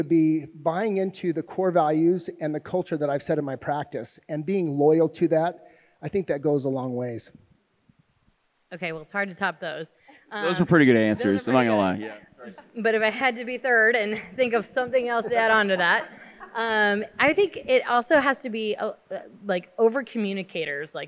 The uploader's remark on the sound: Filmed in front of a live audience at the MOPC 2022.